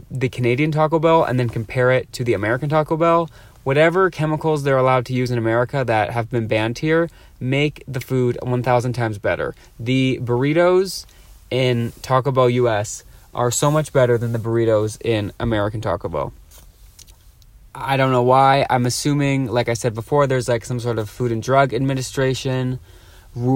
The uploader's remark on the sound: records live from a parking lot